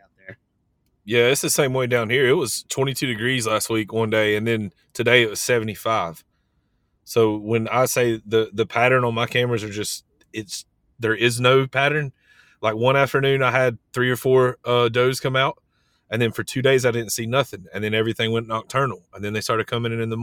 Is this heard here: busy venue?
no